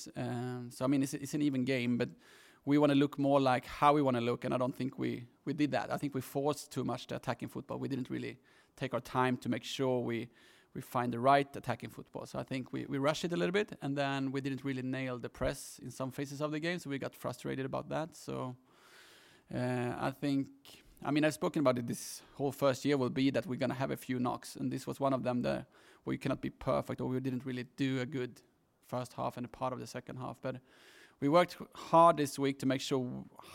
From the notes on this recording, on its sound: PRESS CONFERENCE. Arsenal Women v Tottenham Women: Women's Super League.